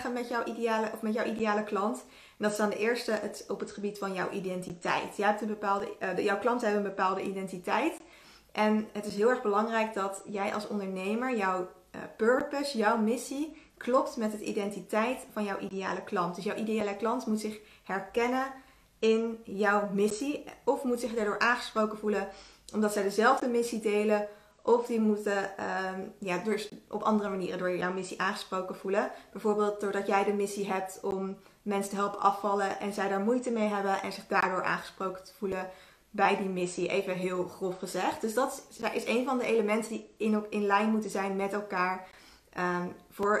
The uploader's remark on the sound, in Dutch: Dit is een opname van een Instagram live.